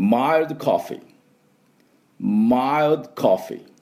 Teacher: マイルドとドをつけないようにしてください。コーヒーは F しっかりね